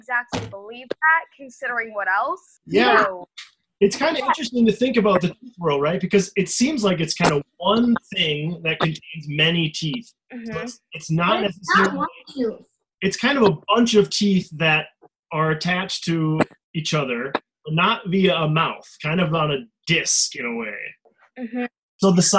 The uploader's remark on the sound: our first ever Prehistoric Podcast had to be recorded via videochat